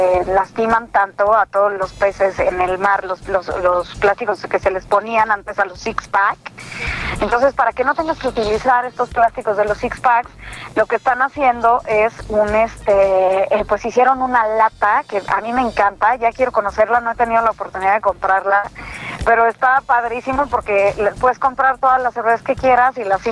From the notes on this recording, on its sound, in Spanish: nos llamó por teléfono